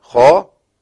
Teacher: عندنا خاء مفخمة في مرتبة عالية